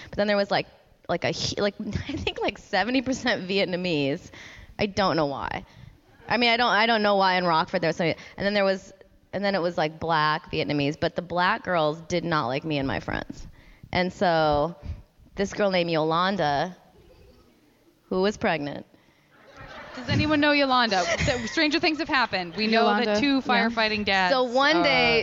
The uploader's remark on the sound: Live recording from Portland's terrifically fun Bridgetown Comedy Festival.